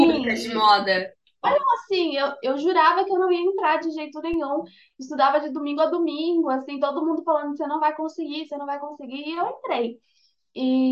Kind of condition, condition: link, video call